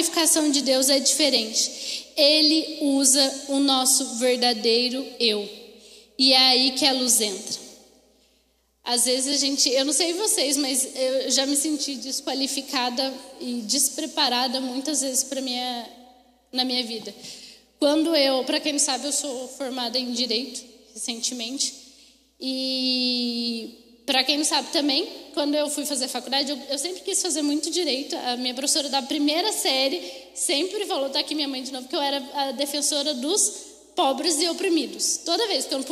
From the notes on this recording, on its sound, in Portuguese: Mensagem ministrada ao vivo em 04/09/2021.